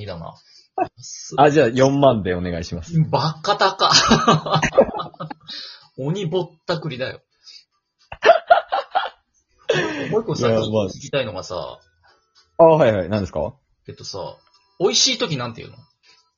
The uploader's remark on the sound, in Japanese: リモート収録機能おためしかっ。新機能「リモジオ(リモート収録機能)」を使って色々やってみるよっ！